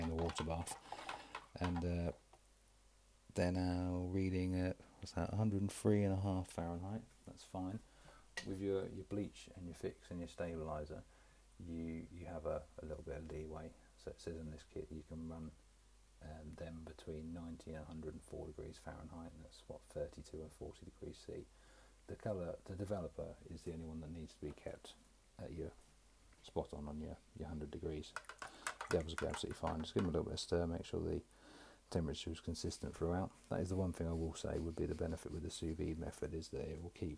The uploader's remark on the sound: Apologies for the low level audio